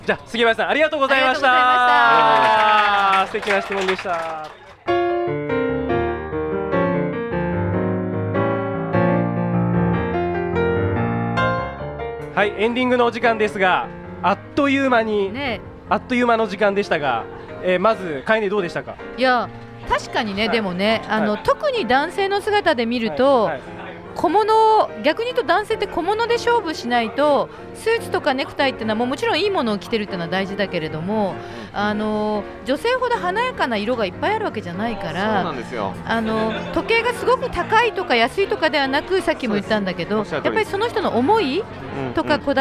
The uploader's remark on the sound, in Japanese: 公開収録PARTY。オーガニックワインバー喃喃 麻布十番ストアより公開収録！